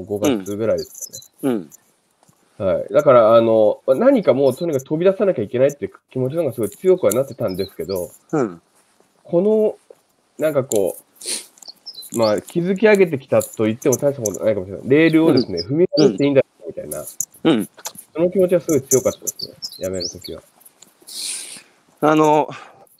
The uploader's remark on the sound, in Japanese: 歩きながら1時間、対談する